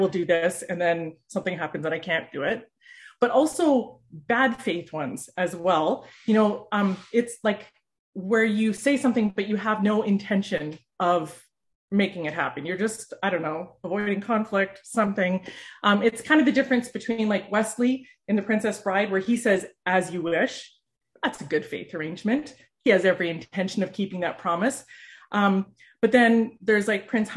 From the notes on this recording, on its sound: For this summer zoom service